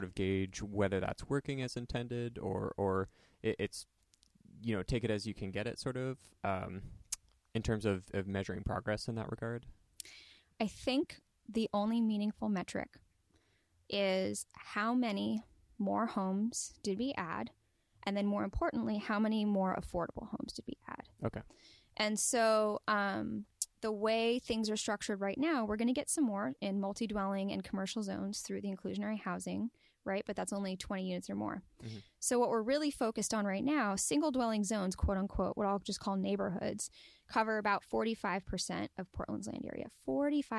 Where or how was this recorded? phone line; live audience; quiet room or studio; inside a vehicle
quiet room or studio